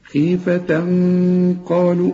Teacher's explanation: والغنة هنا بقى مفخمة علشان القاف مفخمة